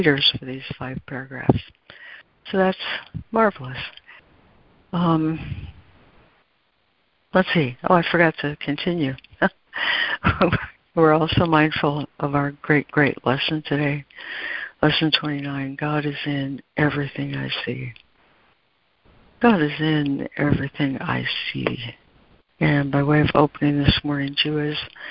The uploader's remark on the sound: ACIM Daily Conference Call.